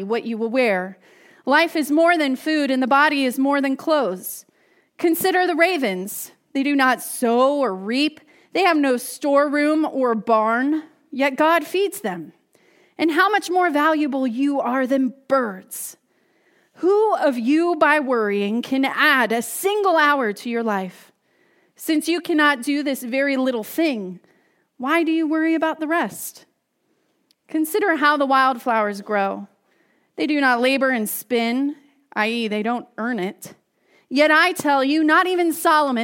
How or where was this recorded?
large echoing room